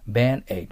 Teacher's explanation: D と T の後の母音は切ってください。バンエイドです。だからバンエイぐらいしか聞こえないかもしれません。バ